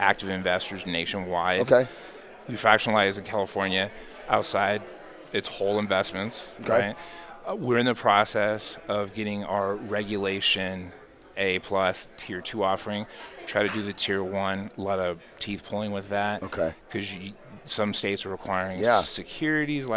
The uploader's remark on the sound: VoiceAmerica Live Broadcast From Scottsdale Arizona! A one day event for real estate professionals with Live Interviews on Site.